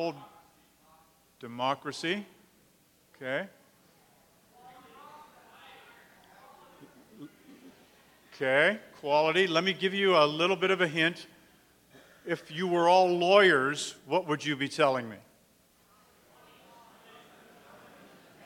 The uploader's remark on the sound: delivered the 2008 Tyler Distinguished Chair in Leadership address to the US Coast Guard Academy on September 19, 2008